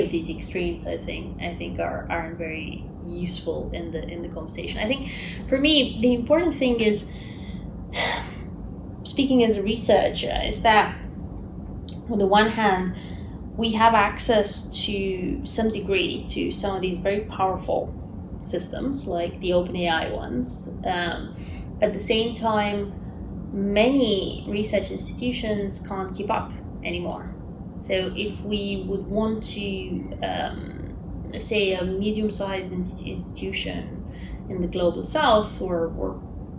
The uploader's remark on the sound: Apologies about the background noise, unfortunately, I couldn't remove it. Filmed in person.